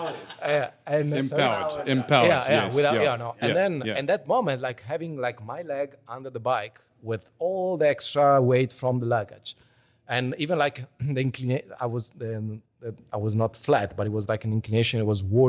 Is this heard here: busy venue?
yes